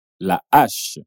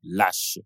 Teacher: aquele sonzinho do Z que a gente faz quando ocorre a liaison entre uma consoante e uma vogal. Não acontece aqui. · Shown in: first take · Term: H aspiré